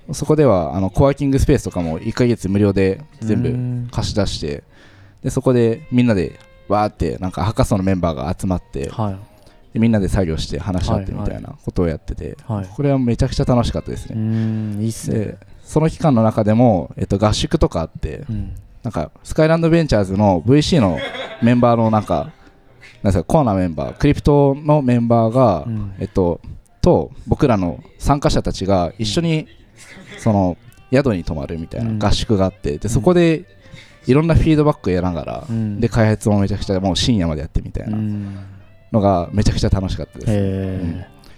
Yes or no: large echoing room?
no